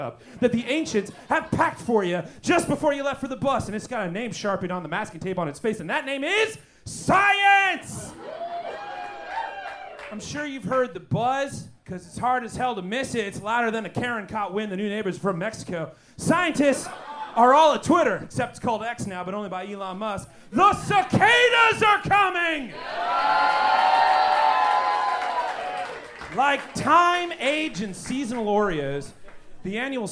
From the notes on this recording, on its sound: Recorded LIVE at Chicago’s Historic Green Mill Lounge on January 27th 2024 for The Paper Machete